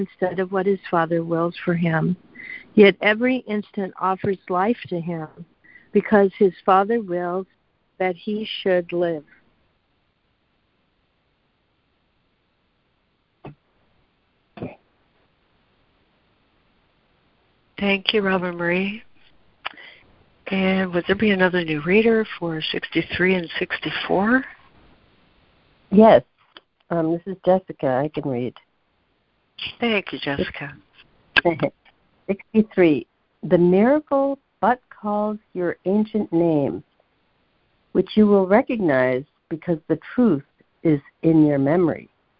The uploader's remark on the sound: ACIM Daily Conference Call